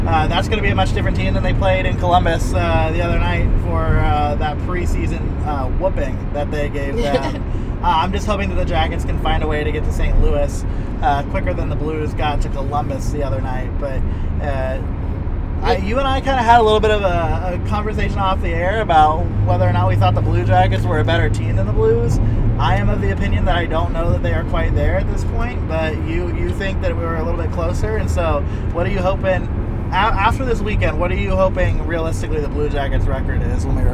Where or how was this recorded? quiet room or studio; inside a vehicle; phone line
inside a vehicle